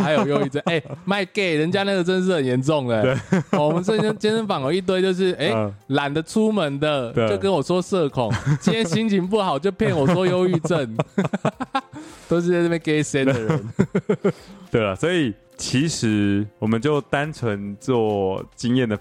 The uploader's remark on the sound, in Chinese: 錄音地點:桃園中壢健身房-氧氣肌地